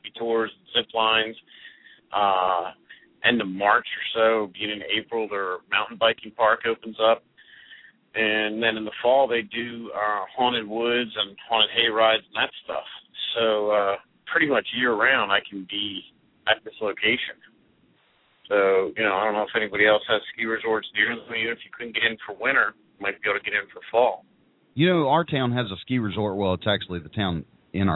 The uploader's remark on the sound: We will be taking live callers questions and comments. Call in during the live Hot Dog Vendor Radio show with your questions or comments.